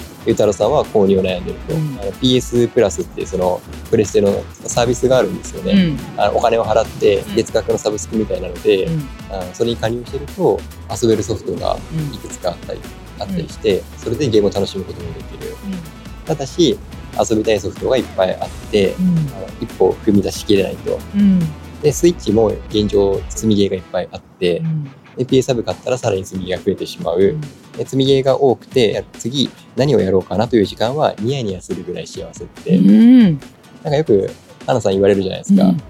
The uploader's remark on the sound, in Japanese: 屋外収録のため少し賑やかです。